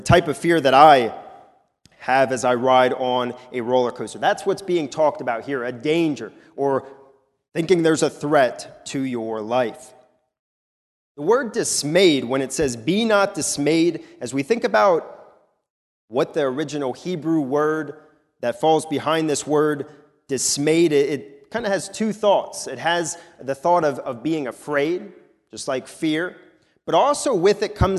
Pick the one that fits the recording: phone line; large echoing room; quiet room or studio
large echoing room